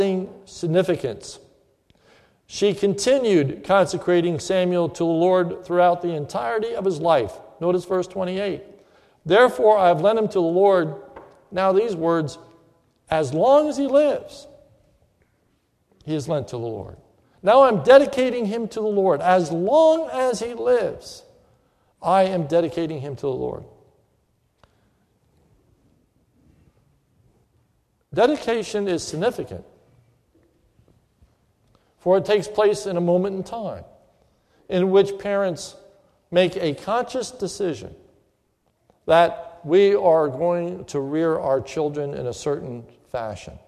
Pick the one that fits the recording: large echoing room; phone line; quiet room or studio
large echoing room